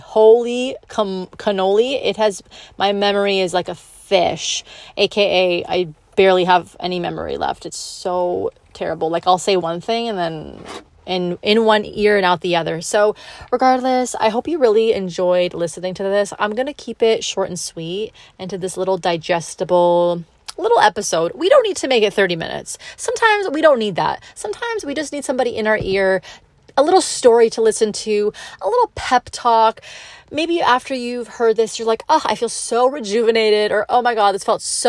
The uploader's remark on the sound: I come to you from my car during my lunch break